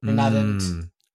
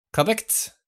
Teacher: adding extra T sounds is like part of the accent